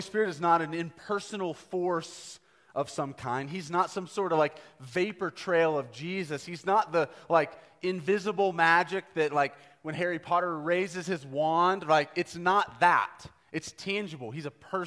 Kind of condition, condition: setting, live audience